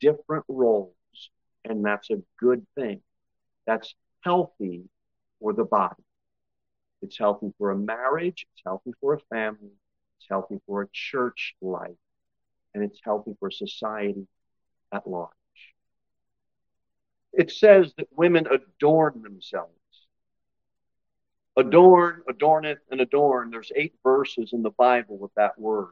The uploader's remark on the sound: Sermon delivered at Pilgrim Baptist Church on Thursday, August 31, 2023, at 6-15 pm.